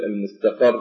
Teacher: في المقطع الأخير نجد المقطعين عين وقر، هذين المقطعين هما موضع النبر